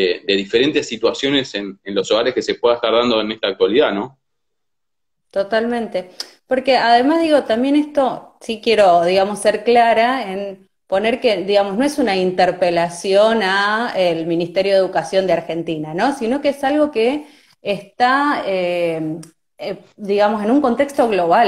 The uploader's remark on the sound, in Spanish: Entrevistas de cuarentena por Instagram Live